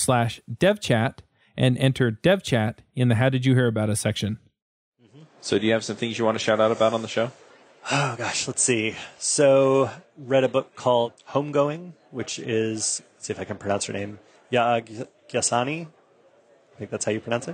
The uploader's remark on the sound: Live at Microsoft Ignite